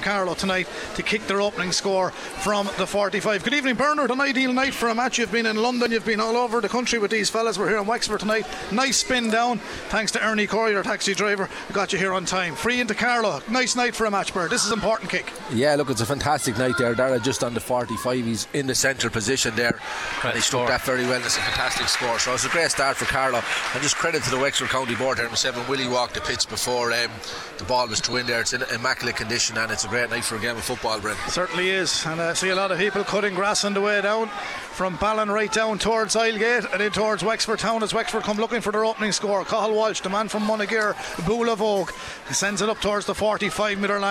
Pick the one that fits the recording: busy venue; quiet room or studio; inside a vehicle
busy venue